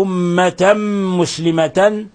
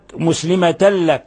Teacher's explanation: أما أمة مسلمة هذا إضغام بغنة، أمة مسلمة لك، إضغام بغنة ثم إضغام بغير غنة. تنوين فتح جاء بعده الميم، الحكم التجويدي إضغام بغنة.